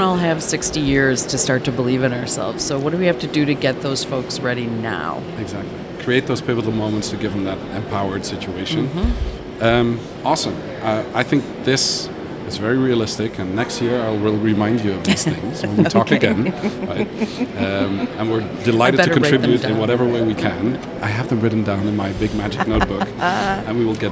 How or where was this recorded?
busy venue